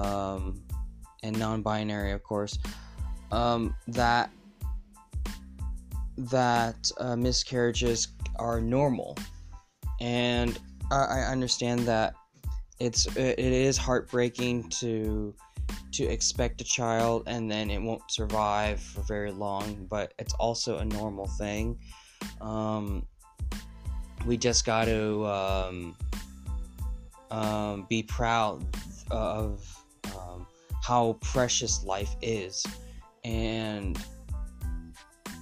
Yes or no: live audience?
no